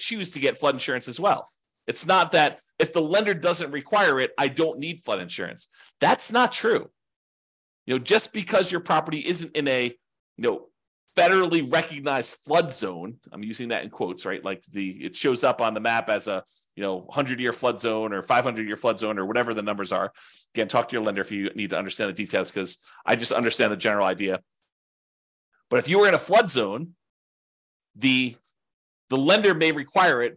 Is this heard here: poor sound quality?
no